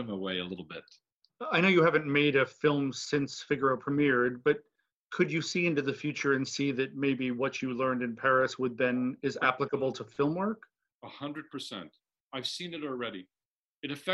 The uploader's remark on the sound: recorded in June 2020 from their respective homes